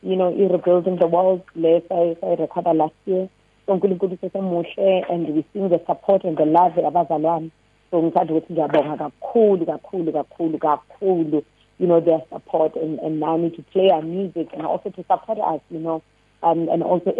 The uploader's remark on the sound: Listeners also called